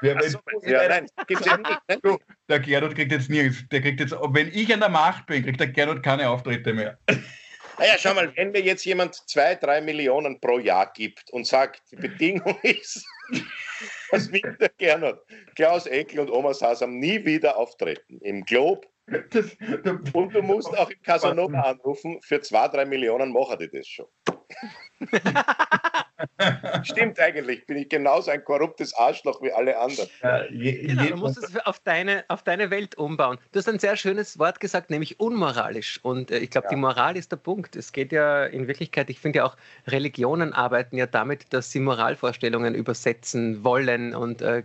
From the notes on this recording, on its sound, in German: Aufzeichnung einer ZOOM Session vom Montag, 1.